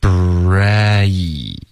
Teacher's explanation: 你爆破一个 b 的音呢要直接进入到一个 r 有一个 r 的音 · Term: 融合音